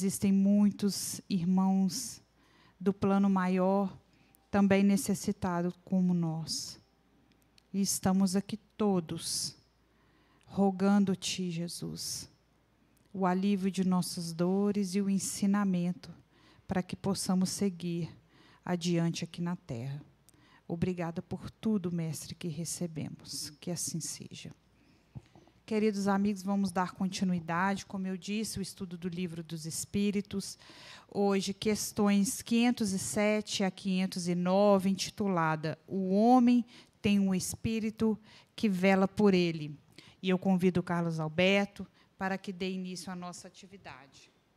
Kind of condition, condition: setting, live audience